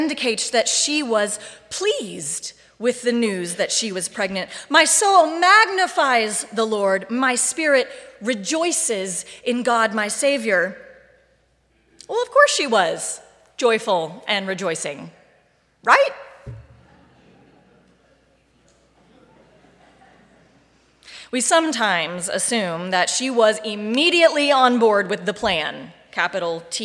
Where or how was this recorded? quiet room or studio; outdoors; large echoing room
large echoing room